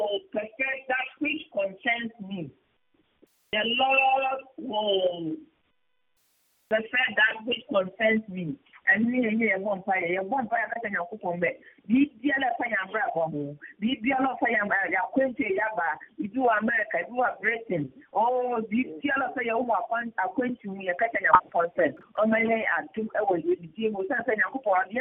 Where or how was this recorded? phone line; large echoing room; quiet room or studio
phone line